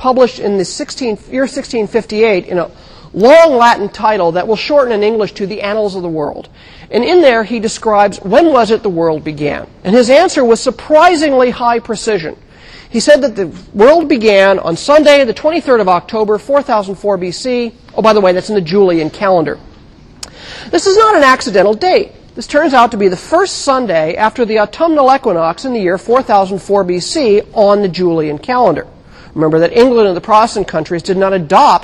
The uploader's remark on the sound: Recorded 2007 Oct 29 in 1000 McPherson Lab on the Columbus campus of The Ohio State University. Recorded 2007 Oct 29 in 1000 McPherson Lab on the Columbus campus of The Ohio State University.